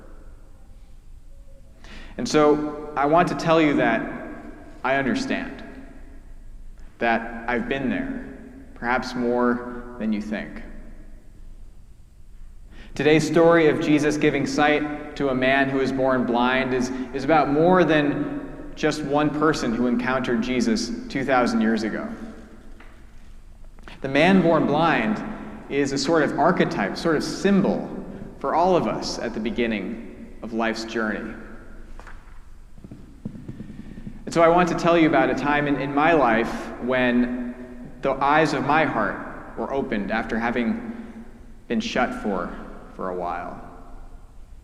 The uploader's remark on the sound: preached at our celebration of the Holy Eucharist on the Fourth Sunday after Lent